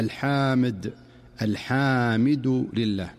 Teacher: ومن أمثلة ذلك في قوله تعالى: الحمد لله رب العالمين، فيقول القارئ: الحمد لله رب العالمين، بحيث يمد بعضهم الحاء مدا مفرطا فينطقها الحامد، الحامد لله، وكأنه أضاف ألفا بعد الحاء فيقول الحمد لله رب العالمين على سبيل المثال. · Term: التوليد